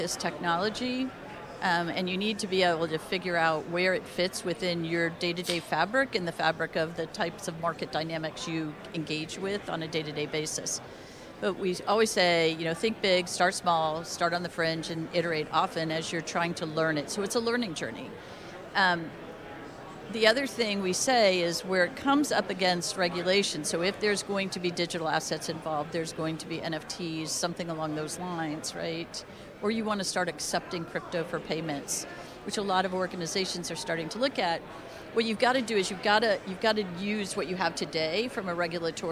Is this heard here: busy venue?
yes